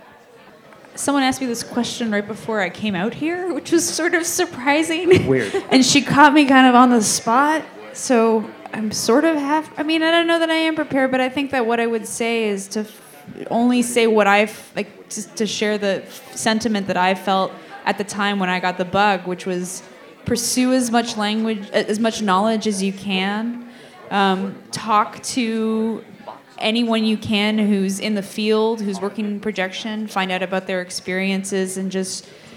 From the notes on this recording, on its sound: AMIA Projection Workshop at the Alamo Draft House in Austin, TX. Sat down for the first podcast recorded in front of a live audience.